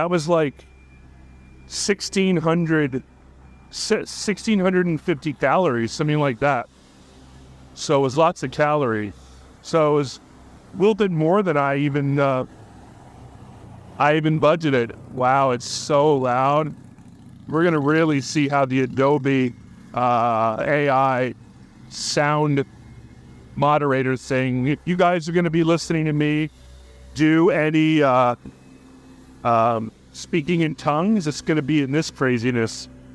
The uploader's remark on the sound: A Walk-and-Talk Episode. As he strolls through his surroundings, with the caveat of anticipated pauses due to human interaction. Needing to pause his narration due to passers-by, thereby ensuring an authentic walk-and-talk experience for the listeners.